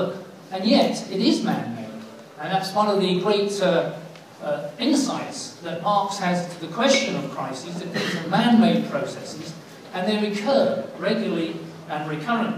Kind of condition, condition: setting, live audience